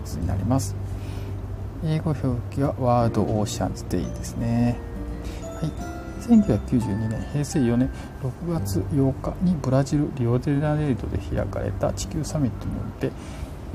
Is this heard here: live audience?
no